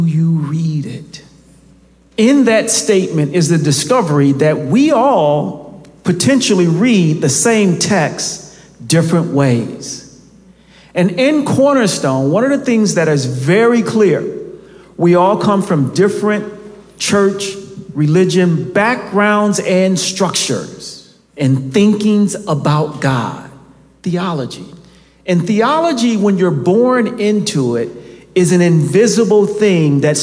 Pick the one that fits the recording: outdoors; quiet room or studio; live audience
live audience